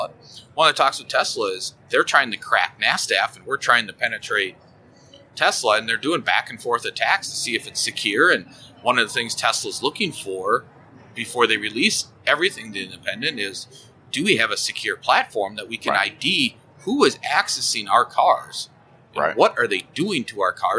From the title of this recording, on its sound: LIVE from AAPEX 2021